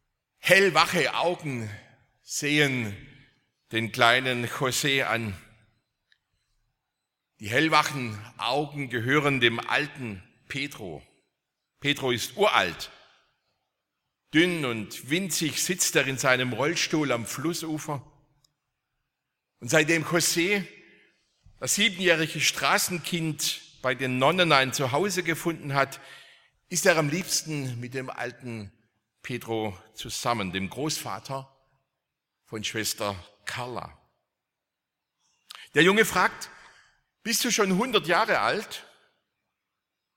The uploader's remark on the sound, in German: aus dem Gottesdienst der Liebenzeller Mission